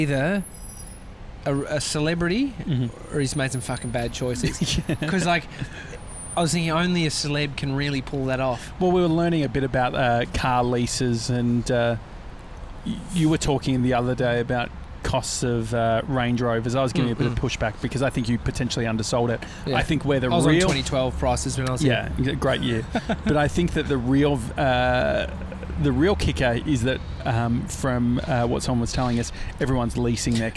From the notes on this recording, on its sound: Today we're sitting outside Bluestone Lane!